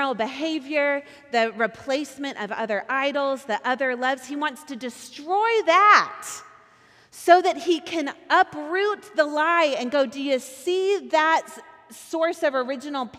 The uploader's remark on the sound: Recorded at our Sunday gathering on January 14th, 2024 in Port Orchard, WA